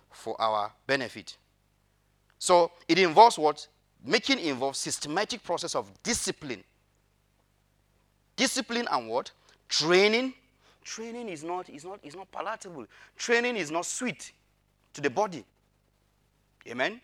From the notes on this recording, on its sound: Audio recording of the sermon on the 2nd of January, 2022.